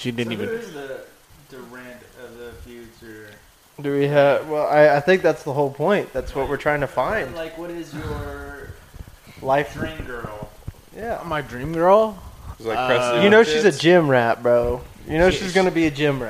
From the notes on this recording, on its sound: This time with all 4 members. The quality is still not exactly where we want it on the audio side.